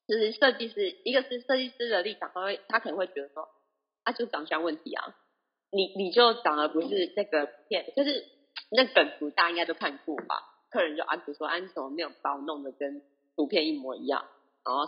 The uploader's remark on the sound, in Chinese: 本集因錄音方式導致收音欠佳。